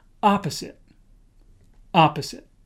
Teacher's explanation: the word opposite, the first syllable is stressed